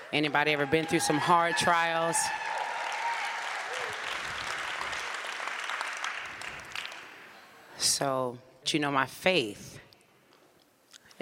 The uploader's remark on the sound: Central Texas African American Family Support Conference. Audience reaction to the information and personal testimony they shared.